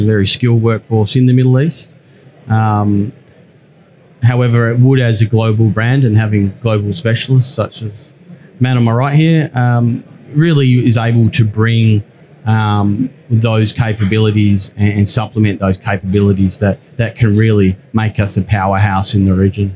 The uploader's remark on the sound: This episode is brought to you from our live podcast studio at ADIPEC 2022, where we are hosting live podcasts from the heart of the conference exhibition.